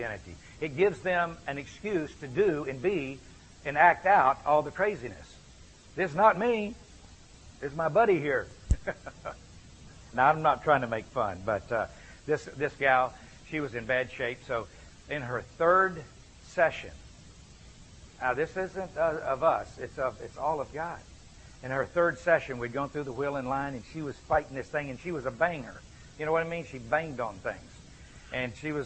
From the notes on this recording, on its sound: gave this lecture at an Exchanged Life Institute